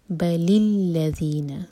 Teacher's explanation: پہلے ساکن نے کسرہ لیا اور پھر کنیکٹ کیا گیا اگلے ساکن سے